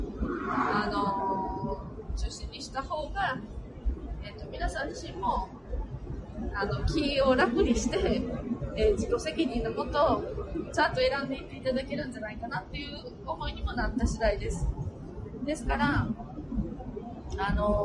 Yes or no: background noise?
yes